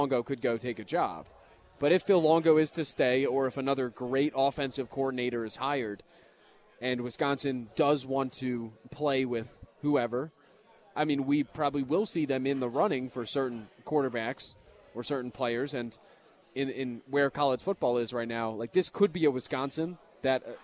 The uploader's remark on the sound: live at Monk's in Sun Prairie